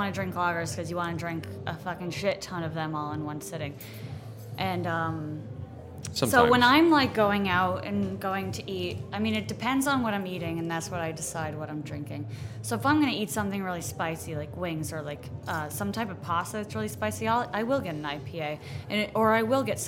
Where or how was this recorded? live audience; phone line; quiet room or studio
live audience